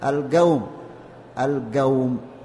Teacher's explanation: باللهات القاف لها مخرج في اللغة العربية القاف، لكن اللهاه هي مؤخرة سقف الفم، المقدمة ثم المقدمة صلبة ثم يأتي بعدها منطقة فيها عضلة لينة، هذه تسمى اللهاه. بنو تميم يلحقون القاف باللهات حتى تغلظ جدا · بنو تميم يلحقون القاف باللهات حتى تغلظ جدا فيقولون القوم القوم، وقال ويقول والقدر كما نقول نحن الآن. · Term: لغة بني تميم